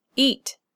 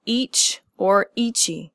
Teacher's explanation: Eat is one syllable with a stop consonant, not each or eachy. · Shown in: first take